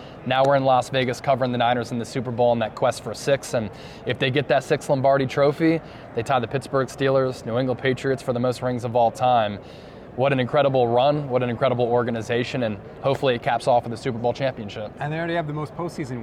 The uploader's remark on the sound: live from Radio Row in Las Vegas